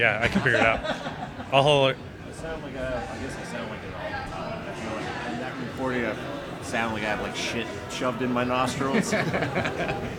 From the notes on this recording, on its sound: Over the course of several beers at Cerebral Brewing. Cell phone demo.